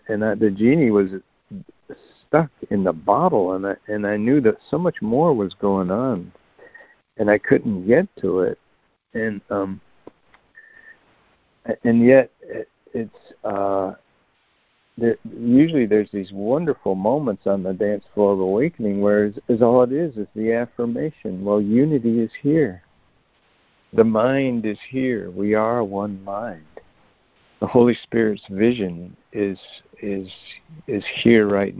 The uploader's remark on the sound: ACIM Daily Conference Call.